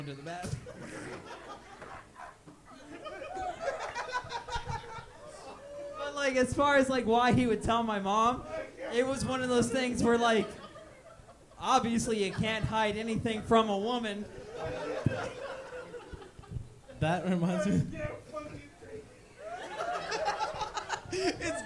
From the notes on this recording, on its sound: Go live from 10 Sports Bar and Grill and keep things loose.